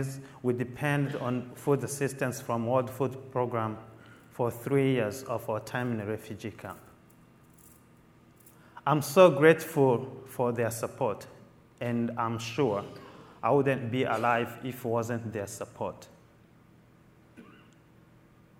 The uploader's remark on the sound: Keynote at Mastercard Leadership Conference